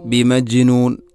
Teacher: ബിമജ്നൂൻ ജീമിനെ ഖൽഖല ചെയ്യണം.